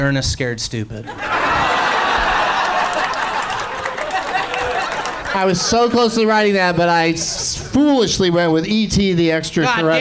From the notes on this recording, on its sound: Live from the Punchline in San Francisco